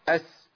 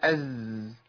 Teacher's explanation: امنع الهمس كده عن السين هتبقى از · Shown in: second take · قربت من ازاي.